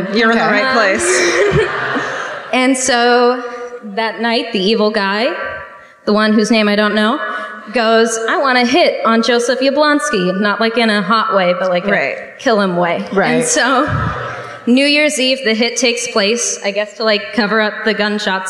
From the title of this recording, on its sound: Live at the Tampa Theatre in Tampa